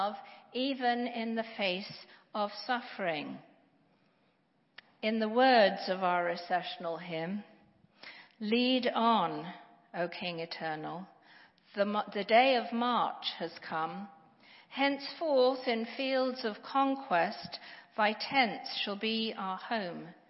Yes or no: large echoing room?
yes